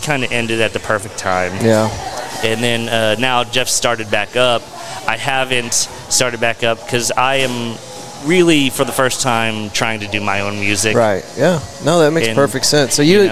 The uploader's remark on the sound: We recorded from a packed room at a delicious Fort Worth restaurant called Pouring Glory for our first ever mixer! We are located at the heart of Fort Worth’s exciting Near Southside, just blocks from Magnolia off of South Main Street.